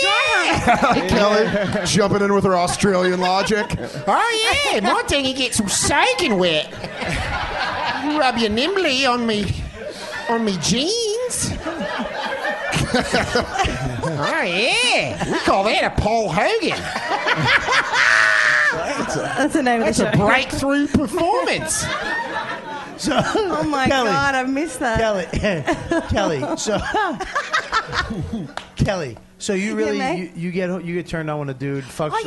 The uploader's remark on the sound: It's a special live edition recorded at the Village Underground Lounge!